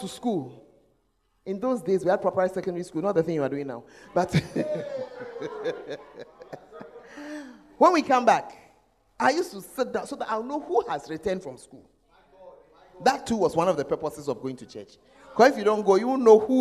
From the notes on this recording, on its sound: Preached At The First Love Center, Ayeduase (The Presence Service).